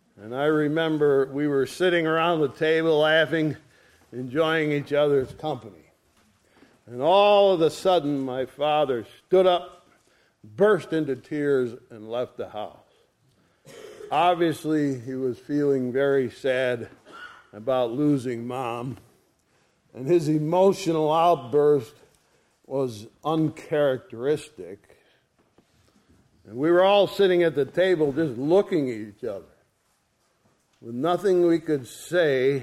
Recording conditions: large echoing room